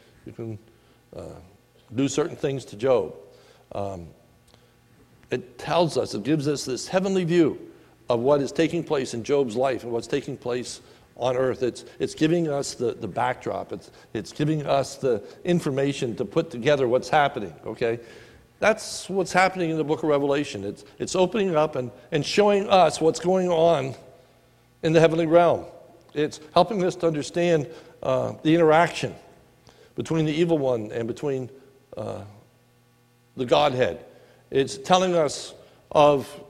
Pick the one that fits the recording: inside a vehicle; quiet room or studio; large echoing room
large echoing room